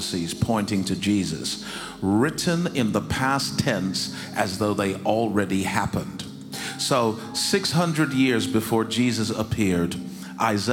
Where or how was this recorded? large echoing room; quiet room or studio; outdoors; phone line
large echoing room